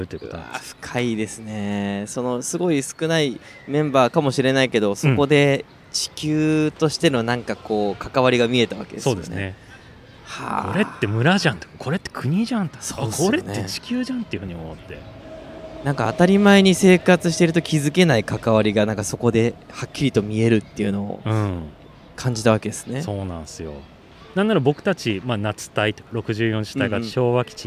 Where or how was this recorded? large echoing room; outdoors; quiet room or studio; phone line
outdoors